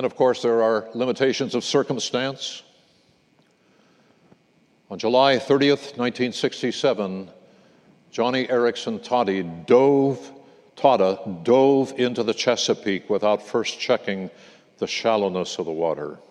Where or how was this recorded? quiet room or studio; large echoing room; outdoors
large echoing room